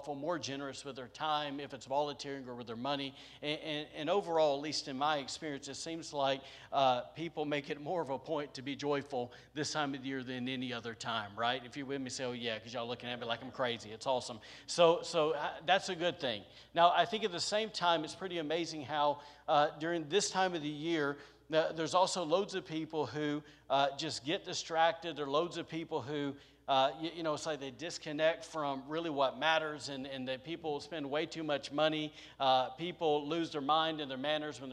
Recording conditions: large echoing room